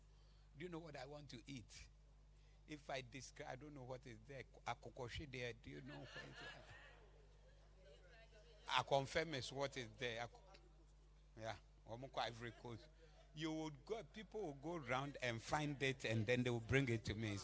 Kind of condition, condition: setting, live audience